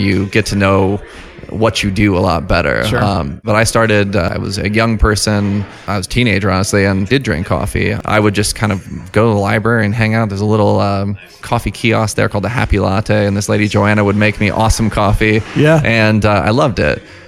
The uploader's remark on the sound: goes on location to Harbinger Coffee, a home-grown Fort Collins coffee roaster and cafe